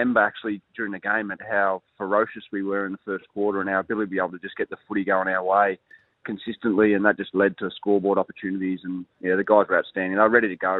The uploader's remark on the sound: jumped on the phone